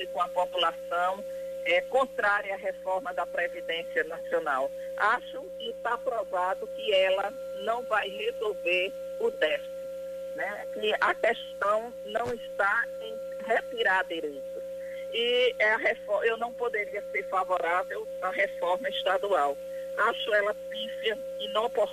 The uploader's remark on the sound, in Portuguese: entrevistaram por telefone